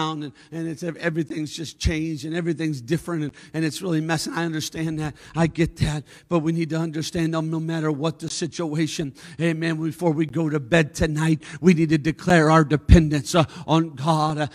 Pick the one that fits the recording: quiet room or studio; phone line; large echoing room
large echoing room